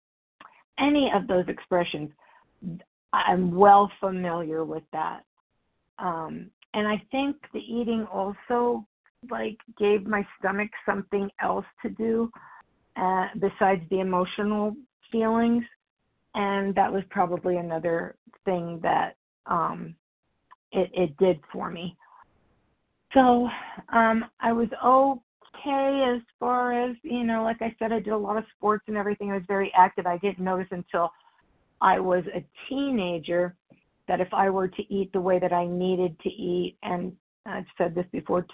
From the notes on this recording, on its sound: the 100 Pounders Phone Meeting, 6/6/23